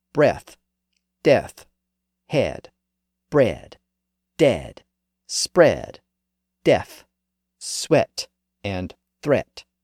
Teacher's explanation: Notice that all of those words are still spelled with EA, and notice that they all still have that eh sound, but the sound is pronounced short today. · Term: short E sound